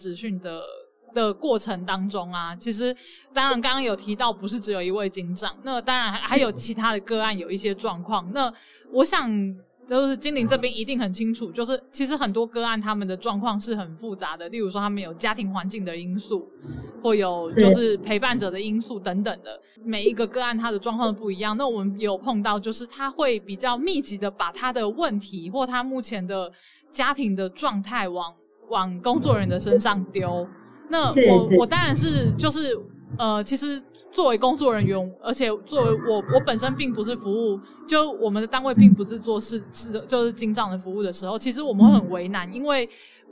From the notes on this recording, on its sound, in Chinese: 本集採線上錄音，音質欠佳請見諒